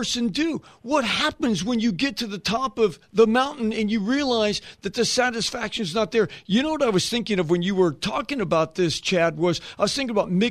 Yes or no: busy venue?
no